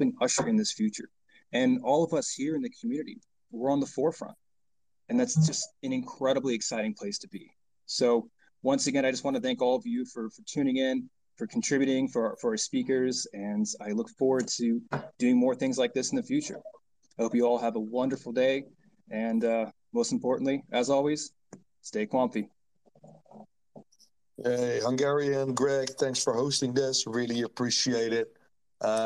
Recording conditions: video call